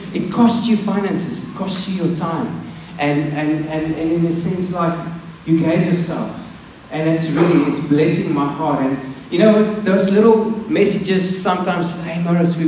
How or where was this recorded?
large echoing room